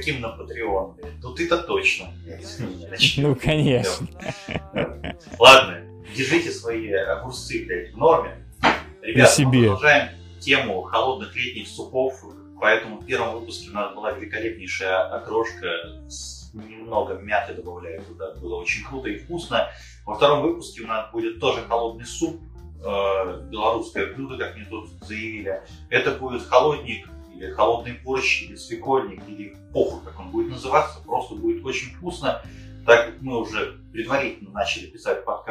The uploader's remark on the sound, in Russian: Второй выпуск подкаста Духовка родился в муках перезаписи. В этот раз нас настигли некоторые проблемы со звуком.